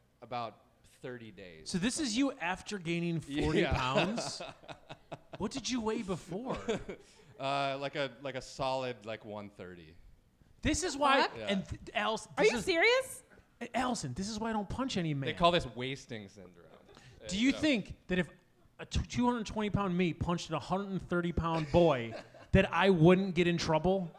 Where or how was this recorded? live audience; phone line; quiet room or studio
live audience